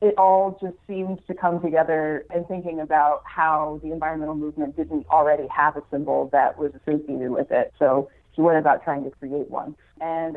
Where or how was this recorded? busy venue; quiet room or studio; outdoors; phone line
phone line